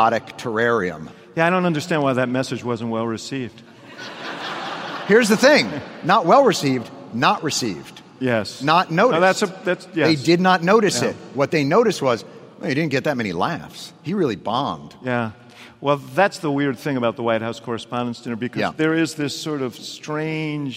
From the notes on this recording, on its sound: in Rockefeller Chapel at the University of Chicago